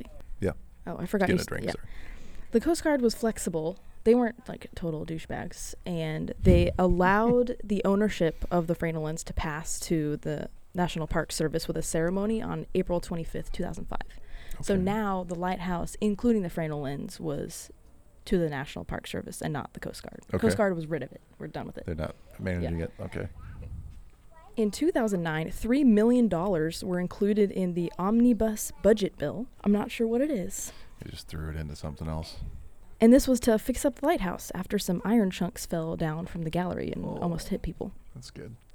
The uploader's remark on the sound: Recording this podcast at the physical site of each seaside sentinel. In the shadow of the lighthouses themselves!